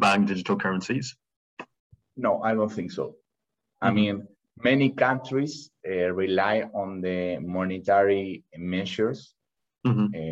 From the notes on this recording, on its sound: Livestream. For those joining us on Zoom.